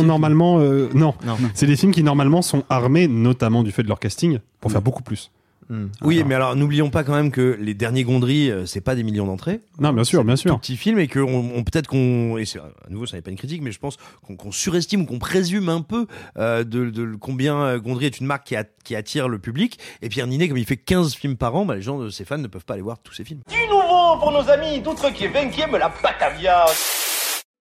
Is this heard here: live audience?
no